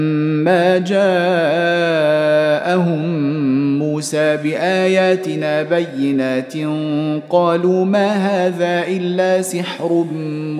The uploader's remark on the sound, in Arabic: مسجل من صلاة التراويح بمسجد السلام بحي مشرفة بجدة.